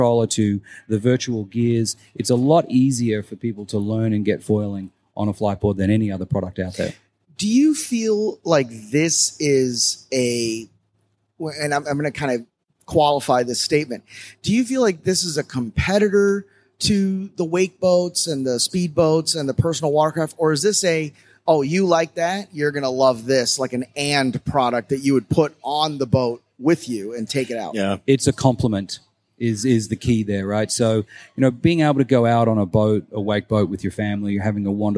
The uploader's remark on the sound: (LIVE) Electrify Expo - Miami